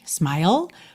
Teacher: O E final é mudo e você termina esse som com língua no céu da boca, tá? Que é o L.